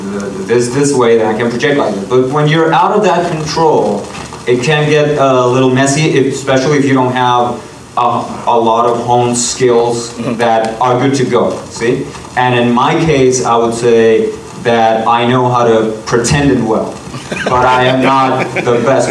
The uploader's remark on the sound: From the Urban Action Showcase & Expo 2023, the Kung Fu Drive-In Podcast hosted the BEHIND THE ACTION Panel